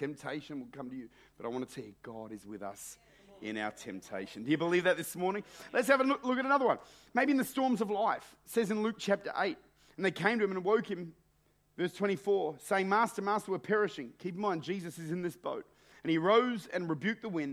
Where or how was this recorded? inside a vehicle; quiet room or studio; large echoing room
large echoing room